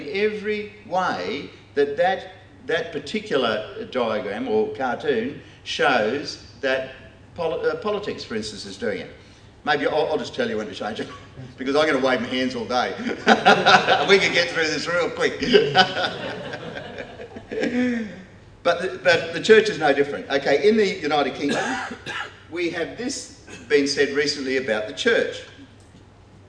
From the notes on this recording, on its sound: Delivered this talk as part of the first In The Chute conference held by The Geneva Push.